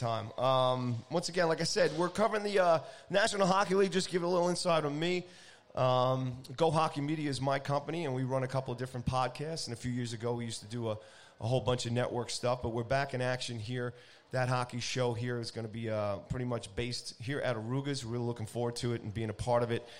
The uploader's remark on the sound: Live From Arooga's. Live and on-location from Arooga's Grill House and Sports Bar in Rockville Centre, New York.